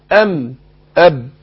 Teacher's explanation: الميم والباء وتخرجان بانطباق الشفتين